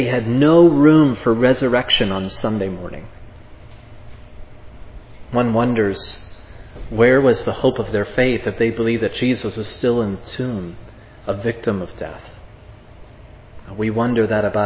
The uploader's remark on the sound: This sermon was preached at Providence Church